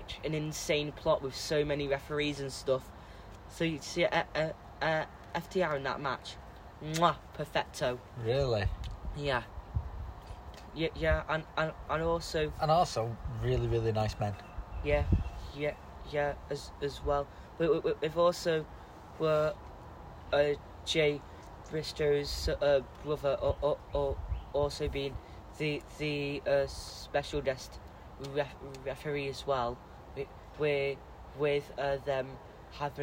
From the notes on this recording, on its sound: This episode is recorded outside next to a fishing lake, and you may hear some bird song and some ducks quacking nearby. This is a young person and his dad recording a podcast.